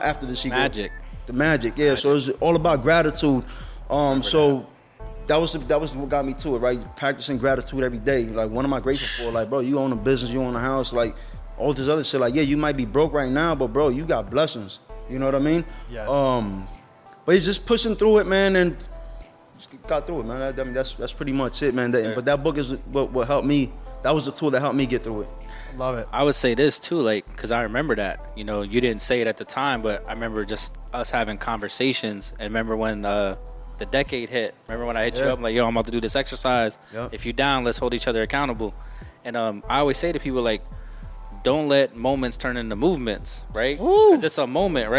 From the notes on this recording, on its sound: Empower 610 Episodes recorded at La Vida Cafe.